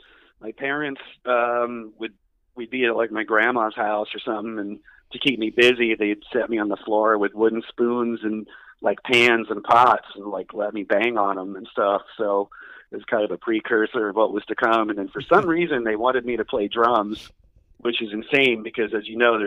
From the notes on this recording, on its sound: a quick phone interview